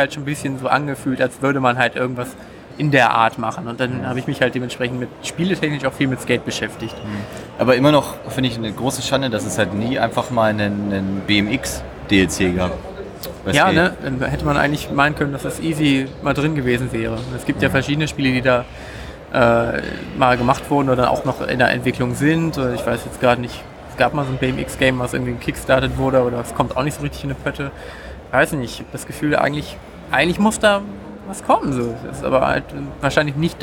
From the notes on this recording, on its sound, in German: Gamescom 2019! Waren für drei Tage in Köln und berichten für euch „live“ von der Messe.